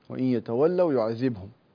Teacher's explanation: وإن يتولوا يعذبهم الله بإسكان الباء مقلقلة وليس بضمها لأنها مجزومة جواب الشرط.